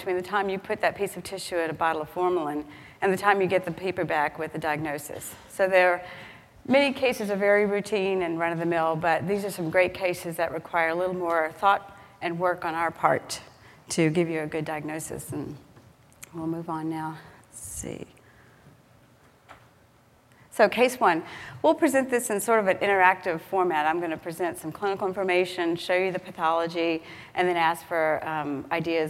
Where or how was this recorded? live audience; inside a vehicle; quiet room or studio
live audience